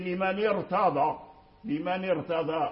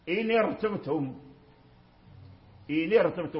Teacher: لما كان الكسر عارضا فخمت الراء في قوله لمن ارتضى · Term: التفقيم